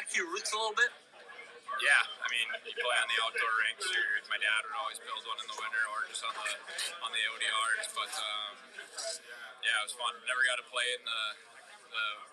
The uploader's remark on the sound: LIVE from the Winter Classic in Seattle, WA!